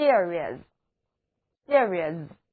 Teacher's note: 字母 E 在这里的读音是 ear,而 S 应该读作浊辅音 Z